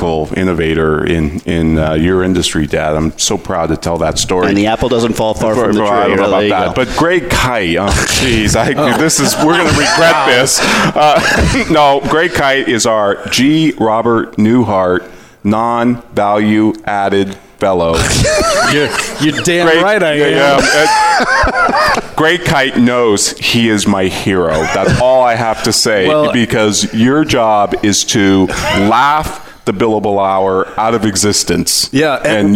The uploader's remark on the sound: Live from the VeraSage Symposium. This episode is a live broadcast from the Symposium and will feature Guest conversations from other VeraSage Fellows.